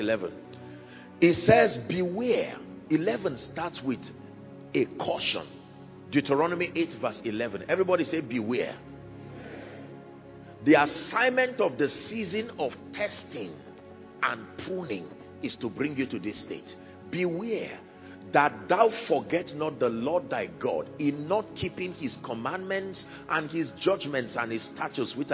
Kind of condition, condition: setting, large echoing room